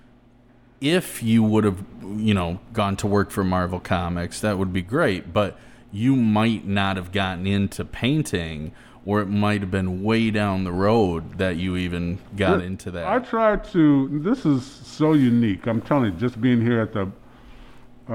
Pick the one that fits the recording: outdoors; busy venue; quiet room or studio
busy venue